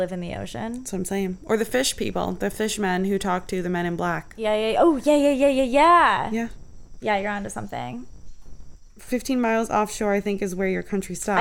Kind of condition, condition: fault, sounds in the background